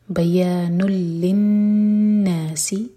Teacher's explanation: ہذا بیان للناس یہ لام پر بھی شدہ ہے اور نون پر بھی. لام کو ہولڈ نہیں کریں گے، نون پر غنہ کیا جائے گا